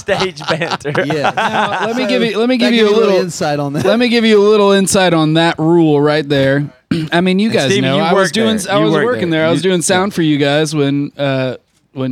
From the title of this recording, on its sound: On the Tour Bus